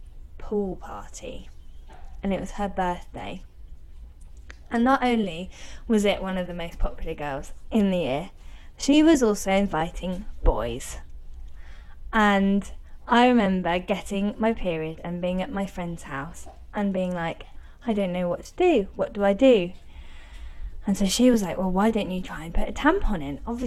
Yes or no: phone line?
no